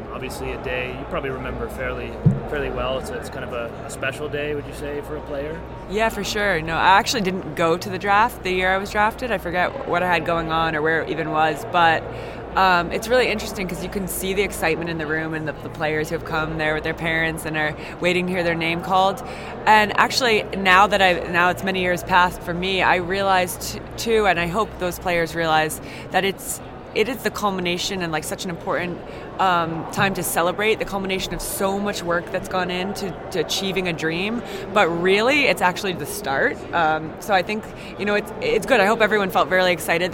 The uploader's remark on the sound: Live from the 2019 USC Convention